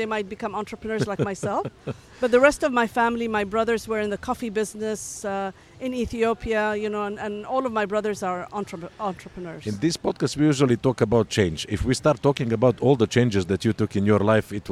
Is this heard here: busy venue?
yes